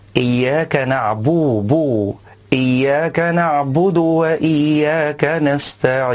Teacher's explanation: والصواب ضم الباء لا كسرها